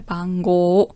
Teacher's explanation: Vorsicht die Aussprache, Bango, also das O ist eine Verlängerung mit einem U